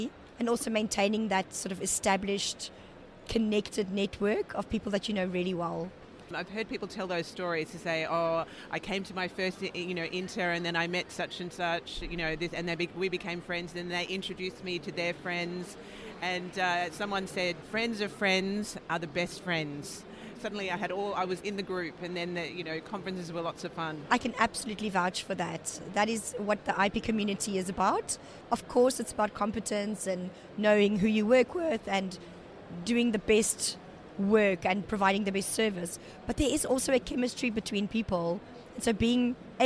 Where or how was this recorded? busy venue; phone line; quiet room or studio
busy venue